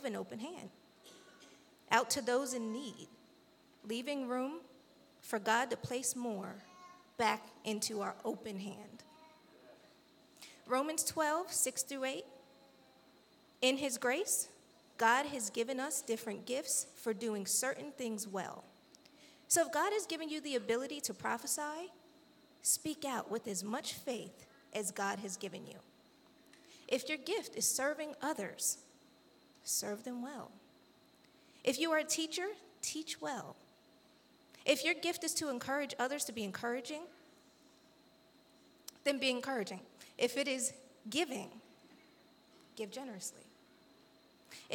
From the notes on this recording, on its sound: This JAT was recorded live on July 31st, 2022 at Newark United Pentecostal Church.